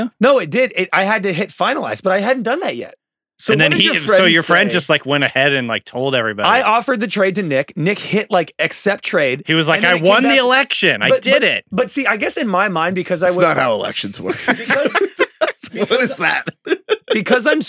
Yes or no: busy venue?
no